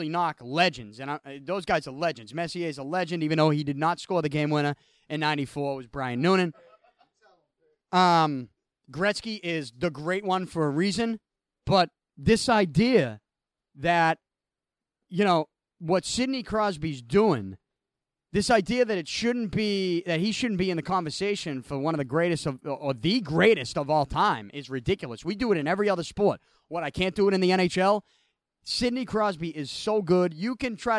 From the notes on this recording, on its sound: I had to record with my remote equipment because of the extreme heat inside the studio. I walked around the back of Beantown Athletics with a microphone in hand.